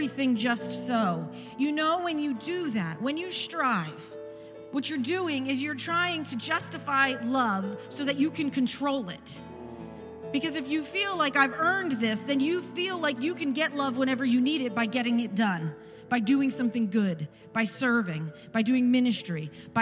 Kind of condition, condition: setting, large echoing room